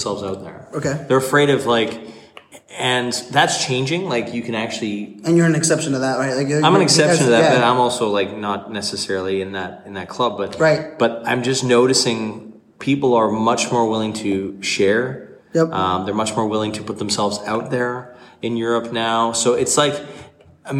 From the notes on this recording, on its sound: Live from Poland where we are literally sitting at a table backstage at the INFOshare conference. Live from Poland where we are literally sitting at a table backstage at the INFOshare conference, having a chat.